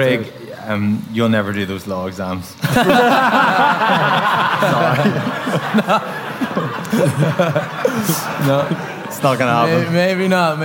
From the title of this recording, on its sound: House of Rugby World Cup launch party